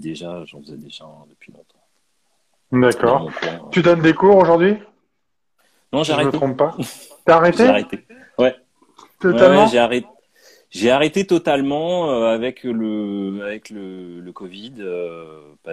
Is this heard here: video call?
yes